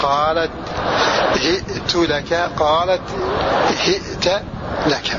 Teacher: هشام قرأ بكسر الهاء ويزيد همزة ساكنة، وله في التاء وجهان: ضم التاء وفتحها، وضم التاء لواء هشام، وخلفه دلاء.